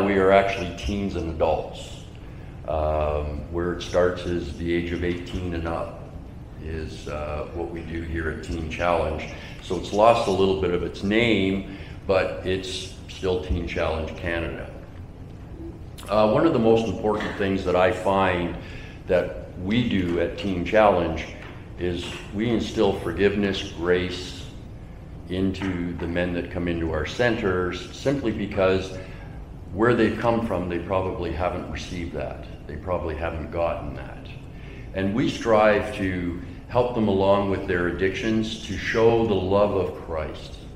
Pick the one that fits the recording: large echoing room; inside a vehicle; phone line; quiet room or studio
large echoing room